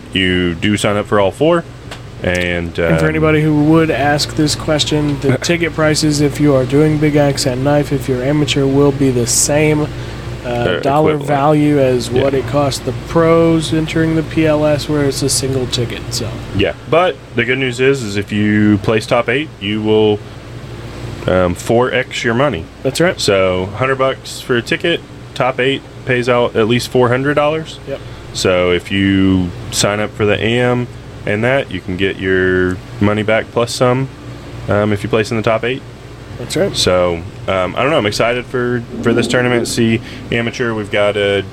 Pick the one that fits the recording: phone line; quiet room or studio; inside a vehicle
inside a vehicle